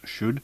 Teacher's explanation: no distinction between the vowels of the lexical sets foot and goose. You can hear this in the word should, pronounced should.